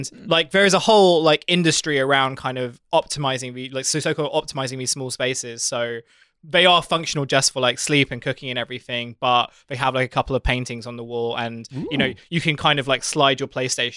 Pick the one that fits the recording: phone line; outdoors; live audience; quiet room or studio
quiet room or studio